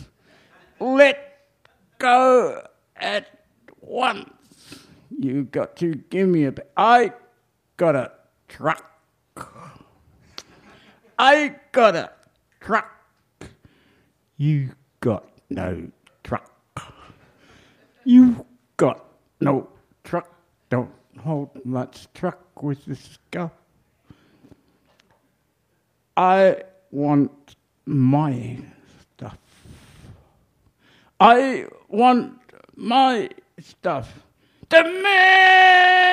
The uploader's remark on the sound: Recorded live at the Dan O’Connell!